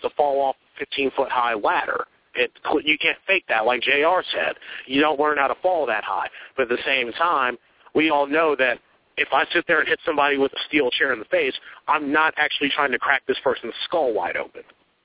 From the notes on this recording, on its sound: LIVE From The Armory Wrestling Show